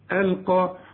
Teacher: القاف مفخمة ودي اعلى درجات التفخيم